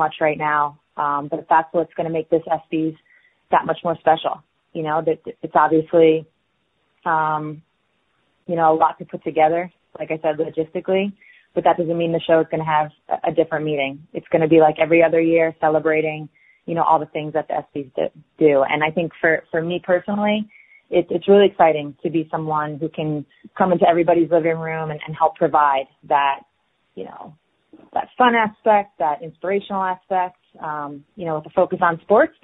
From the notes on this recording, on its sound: ESPY Media Conference Call